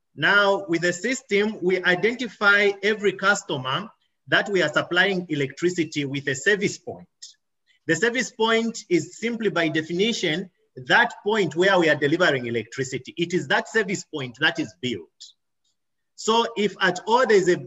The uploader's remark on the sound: presentation at the Mass Metering Webinar + Q&A